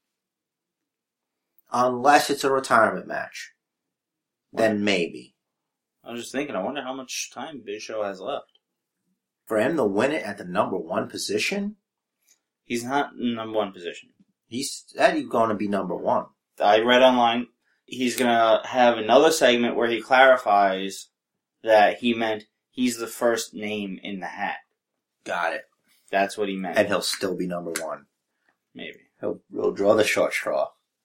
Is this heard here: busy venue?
no